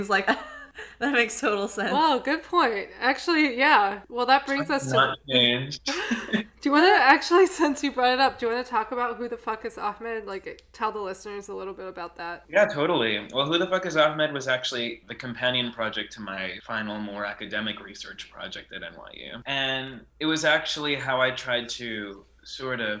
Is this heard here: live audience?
no